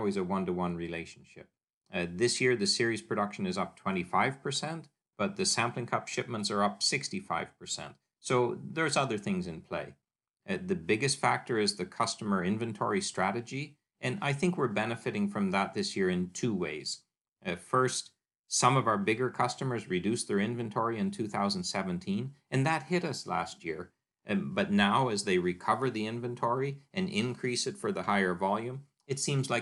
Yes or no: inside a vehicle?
no